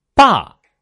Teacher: 它是从最高的五，一下子降到最低的一。所以去声是高起直降，它是最高的调子开始起，直降，直直地降下来，然后呢，气强通畅，它没有陷入后降，先问后扬，整个过程都是气强通畅的。跟我读一遍，高起直降，气强通畅。还是以那个音为例子，前面读的是八把，把，这次跟我读，爸。肯定有听众在心里面默默地说，“哎，别占我便宜啊。”再来一遍，爸。好，我们把四个音连起来读一遍，八，把，把，爸。同时呢，做手势，横羊、拐弯儿、酱，哎，手势要做起来，你不管是用手指也好，手掌也好，反正这个动作呀，像跳舞一样，你得把它划起来。八，把，把，把。好了，休息一下，今天的节目就到这里。